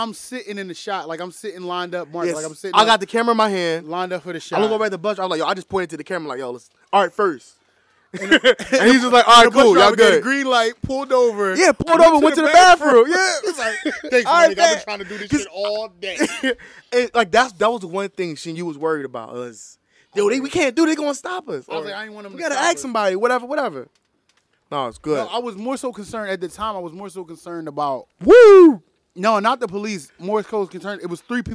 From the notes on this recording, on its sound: During a Philadelphia early summer night, three friends grab a table, a few chairs, and alcohol, to a backyard with some mics.